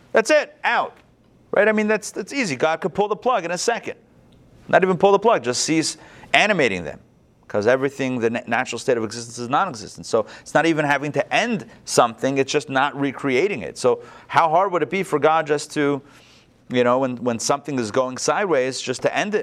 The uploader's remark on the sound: Recorded live at the Intown Jewish Academy on July 25, 2021